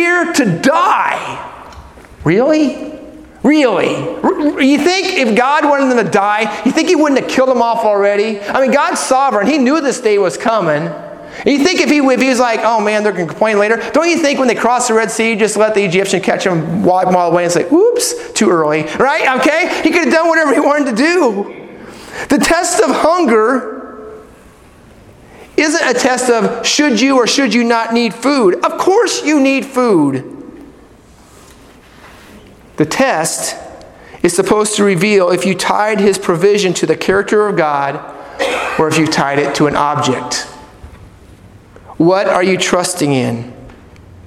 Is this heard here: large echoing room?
yes